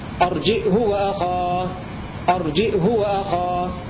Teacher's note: بزيادة همزة ساكنة وضم الهاء ولكن بدون صلة